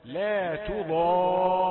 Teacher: ميز بين التاء الرقيقة والضاد، ليس لمجاورتها تفخم · Term: تاء رقيقة